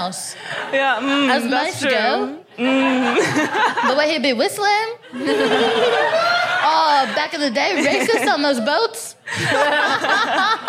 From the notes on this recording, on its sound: FOC IT UP Comedy Club. At 21Soho in London.